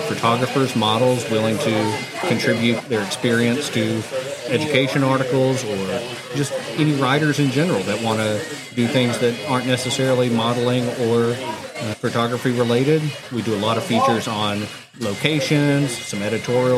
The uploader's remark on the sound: Live at the back 40 Bunkhouse for the HCC Tropical Shoot Event.